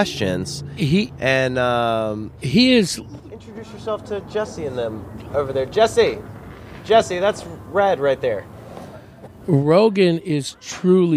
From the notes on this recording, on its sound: At The Rhythm Room , one of the premier music venues in the state.